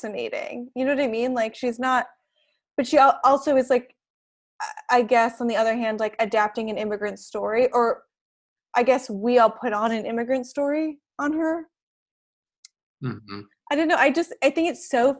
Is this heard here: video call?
yes